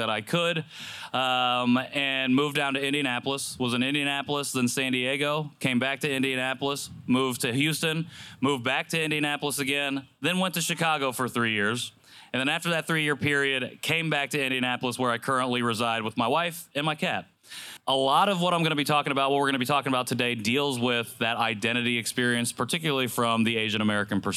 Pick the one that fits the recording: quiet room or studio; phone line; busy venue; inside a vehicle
busy venue